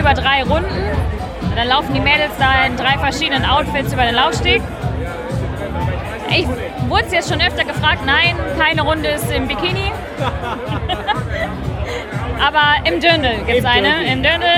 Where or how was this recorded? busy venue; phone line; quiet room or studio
busy venue